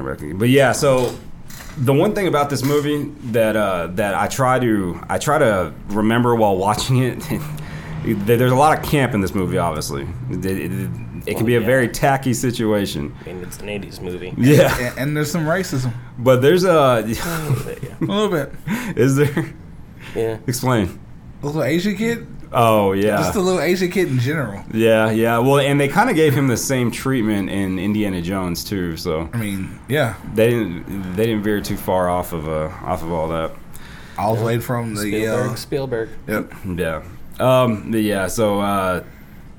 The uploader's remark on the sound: The guys are back at Waxahachie Coins and Comics enjoying the cool air!